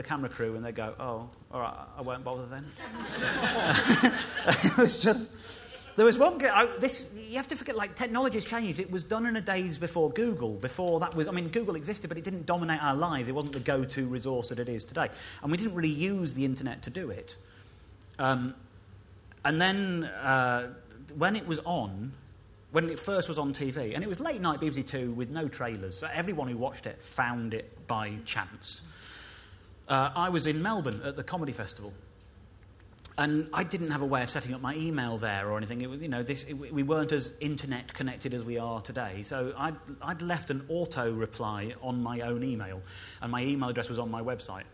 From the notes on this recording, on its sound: Recorded live at the Leicester Square Theatre.